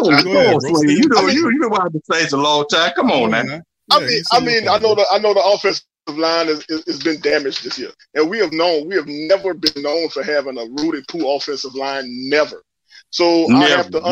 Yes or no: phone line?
yes